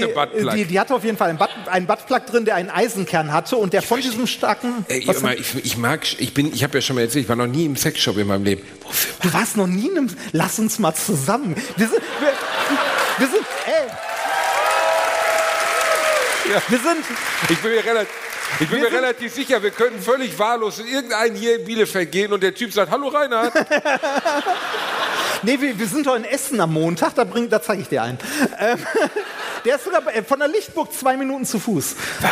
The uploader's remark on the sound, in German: Hier ist der zweite Teil des Live Mitschnitts von AAA-Live aus Bielefeld.